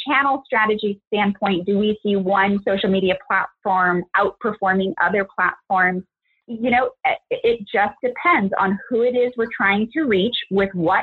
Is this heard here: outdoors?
no